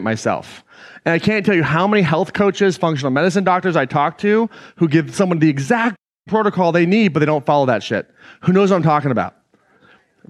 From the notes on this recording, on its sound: an excerpt taken from Claim Your Power Live 2019